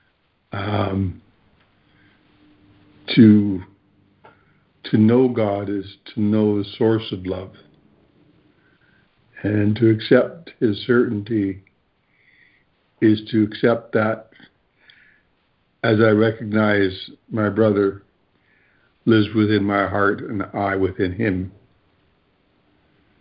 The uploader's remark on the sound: ACIM Daily Conference Call